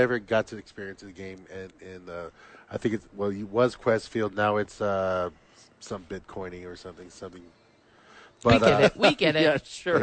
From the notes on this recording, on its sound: live at The Duke Store